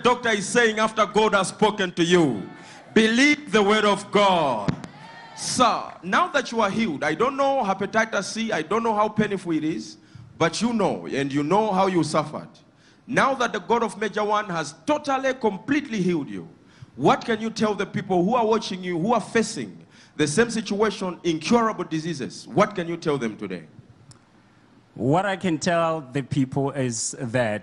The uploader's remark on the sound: Sunday Live Service 21/05/17 | ECG CHURCH